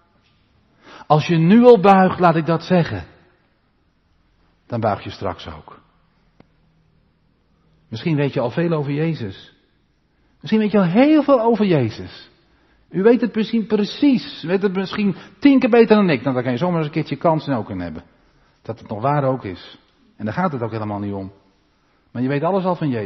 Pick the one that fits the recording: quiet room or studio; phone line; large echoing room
large echoing room